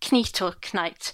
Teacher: we'd still pronounce the k at the beginning at this period